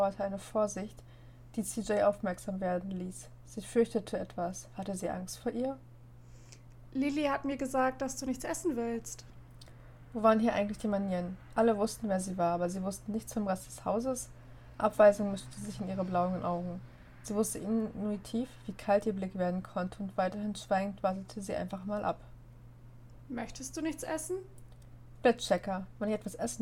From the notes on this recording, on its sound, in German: Entschuldigt die Hintergrundgeräusche